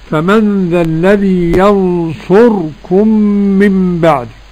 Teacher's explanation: فمن ذا الذي ينصركم، قرأ السوسي بإسكان الراء. فمن ذا الذي ينصركم من بعد، والأحسن عن دوري عن أبي عمرو الأولى، يعني الاختلاس: ينصركم فمن ذا الذي ينصركم فمن ذا الذي ينصركم.